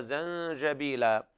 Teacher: ويلاحظ طبعا الجيم هنا يعني تخرج فيها شدة